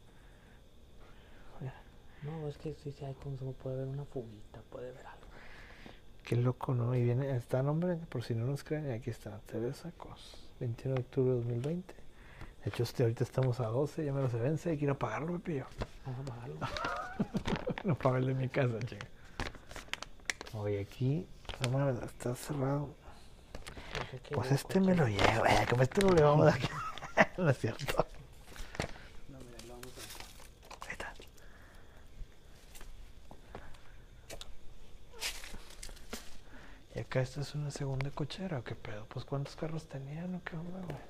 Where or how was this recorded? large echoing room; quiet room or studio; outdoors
outdoors